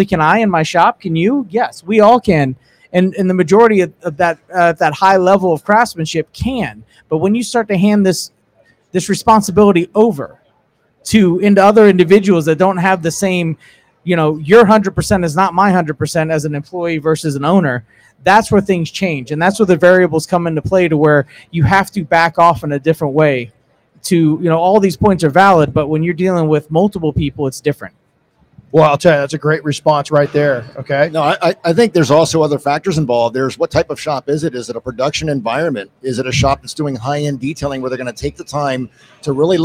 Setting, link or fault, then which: setting, busy venue